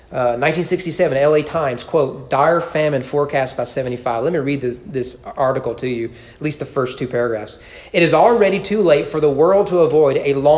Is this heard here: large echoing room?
yes